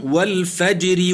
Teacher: الراء في الفجر مكسورة طرفا حالة الوصل وقبلها ساكن صحيح وهو الجيم ترقق